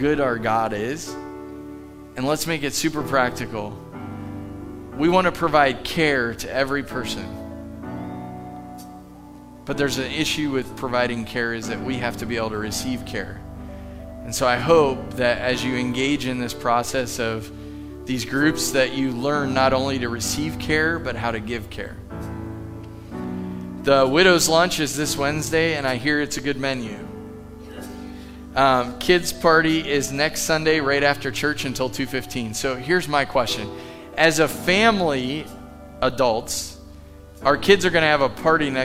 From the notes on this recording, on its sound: Live from The Summit Church in Dover, OH